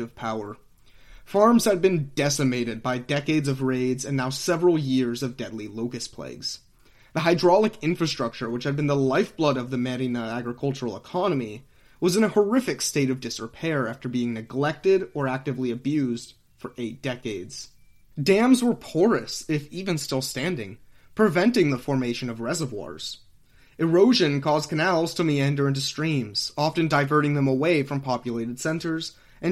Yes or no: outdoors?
no